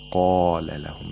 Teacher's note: The mouth opens vertically because قاف is a letter of استعلاء، which necessitates تفخيم.